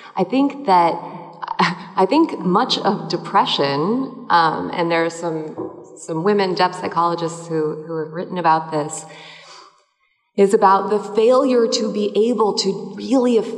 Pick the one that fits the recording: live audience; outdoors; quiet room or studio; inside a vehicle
live audience